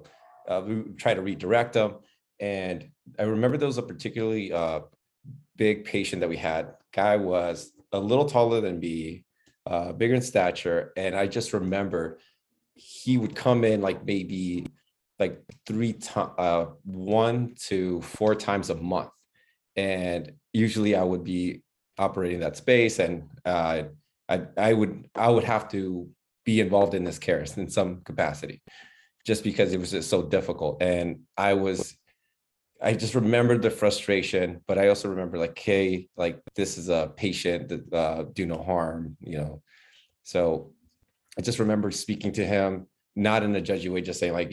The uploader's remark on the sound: This episode of the Physician Grind was recorded in our first ever Virtual Open Mic on 3/16/2022.